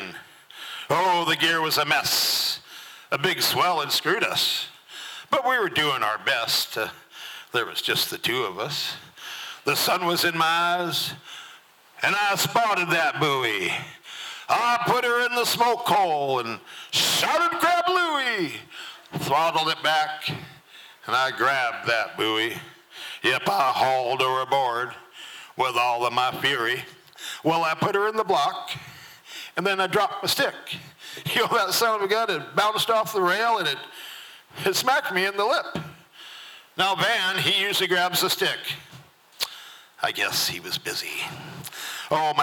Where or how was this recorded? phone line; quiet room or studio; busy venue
busy venue